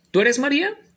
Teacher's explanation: A diferencia del español, donde nosotros, para formular una pregunta, jugamos más bien con la entonación de la misma, más no la posición del verbo